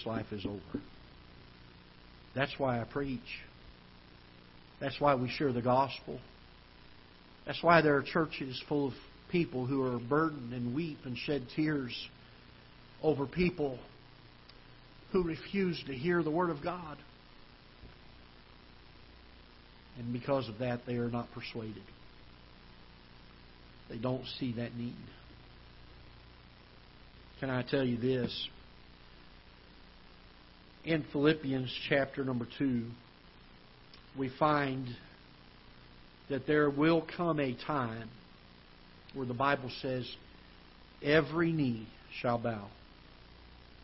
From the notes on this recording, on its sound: Ketha Heights Baptist Church ~ Live Broadcast.